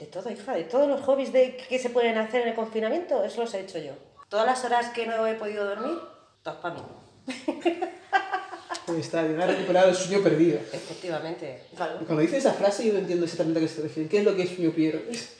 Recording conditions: echo